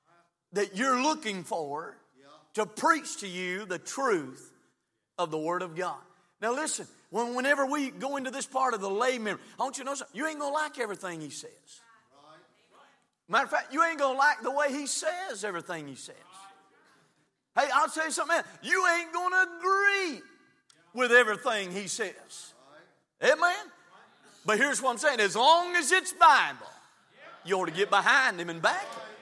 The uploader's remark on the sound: from the pulpit of Calvary Baptist Church